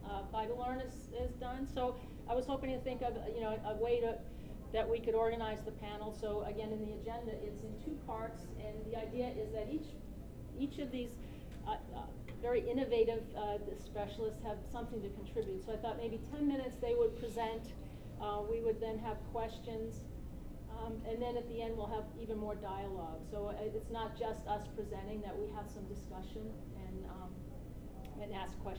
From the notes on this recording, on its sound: Audio from the first half of the extended PLP session at Vermont Fest 2014